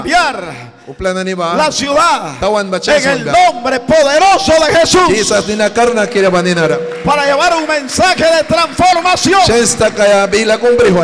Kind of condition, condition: setting, large echoing room